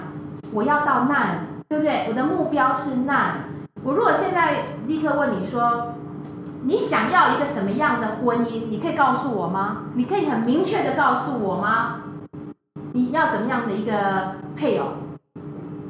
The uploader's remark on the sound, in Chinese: 也許錄音的品質不是最好的，請多多包容，但還是願與你分享。